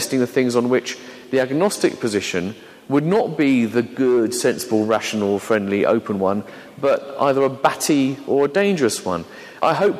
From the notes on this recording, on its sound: an edited version of a talk given to a Sea of Faith Network conference in London